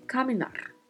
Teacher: A letra A tem sempre uma pronúncia mais aberta, e atenção para o vibrato do R